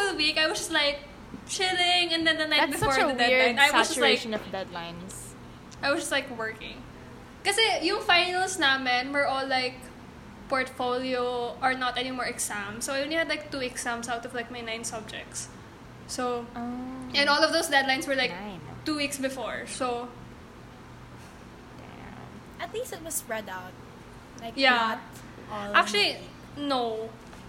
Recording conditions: background noise